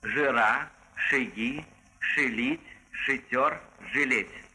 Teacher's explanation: После «ж» и «ш» редуцированный звук «э» слышится также и в первом предударном слоге, где по правилу нужно было бы ждать «а».